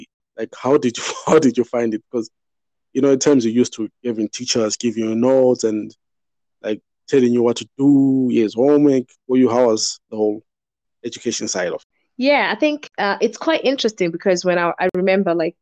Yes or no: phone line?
no